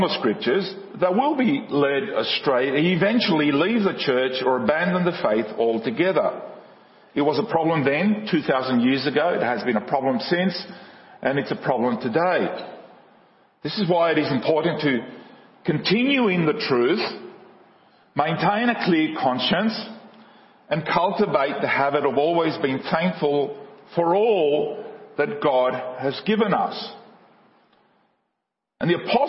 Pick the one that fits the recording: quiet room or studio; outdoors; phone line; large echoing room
large echoing room